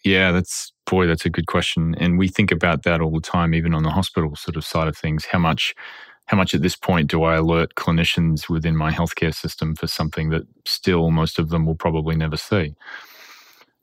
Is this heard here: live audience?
no